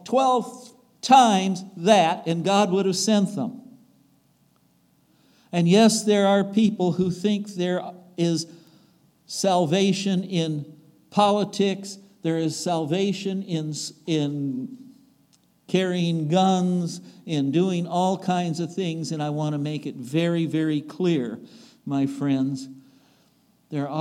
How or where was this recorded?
large echoing room